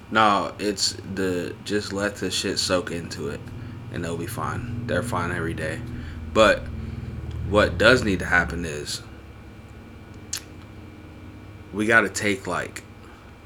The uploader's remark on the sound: Quiet Episode, Like Almost ASMR Quiet